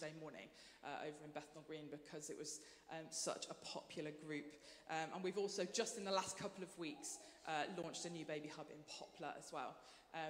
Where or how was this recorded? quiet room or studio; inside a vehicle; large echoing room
large echoing room